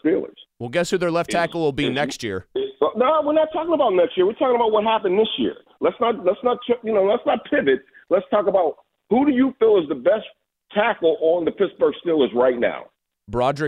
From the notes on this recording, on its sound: Open Phone Friday